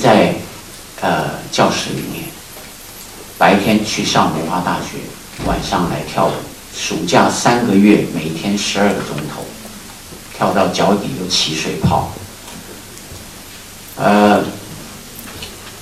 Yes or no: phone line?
no